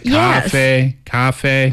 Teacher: it's the same tone for the first syllable and the second syllable